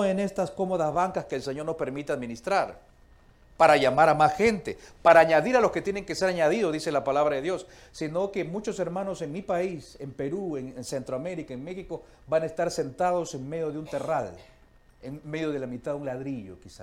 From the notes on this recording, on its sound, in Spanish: Esta serie fue grabada en vivo en nuestra conferencia Enamorados no Endeudados.